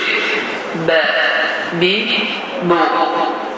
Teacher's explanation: Hava axını tamamilə dayanaraq, incə bir şəkildə çıxaraq və qalqala olmaraq çıxan hərflər. Dodağın yaş hissəsi bir-birinə toxunur, hava axını tamamilə dayanır və incə şəkildə tələsir və qalqala olunur.